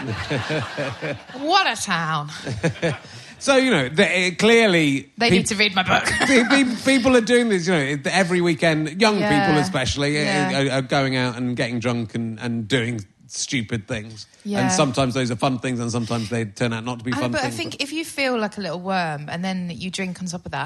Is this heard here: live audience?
yes